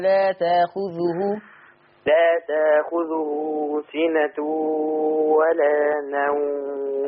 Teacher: الهمزة ساكنة. طول ما الهمزة الساكنة دي قبلها تاء مفتوحة يقرأ تاخذه سنة ولا نوم.